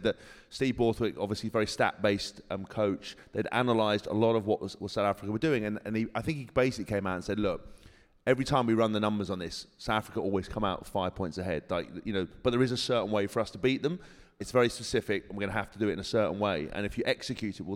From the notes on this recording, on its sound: World Cup Final preview live. Recorded in front of a live audience at Samsung King’s Cross.